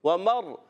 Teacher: ومر آہا، واو کی ادائیگی دونوں ہونٹوں کی گولائی سے. ومر، را ساکن سے پہلے زبر آ گیا، را کو پر پڑھیں گے